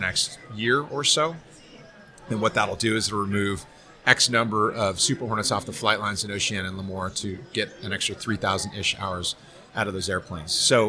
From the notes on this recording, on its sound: Live from Tailhook 2019